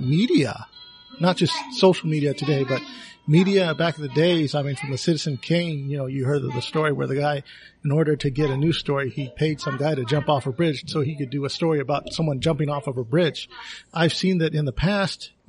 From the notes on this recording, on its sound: Note: apologies for sound quality, we were recording in a Filipino restaurant.